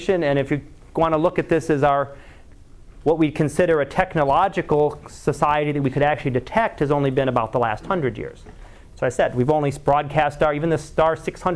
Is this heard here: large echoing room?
yes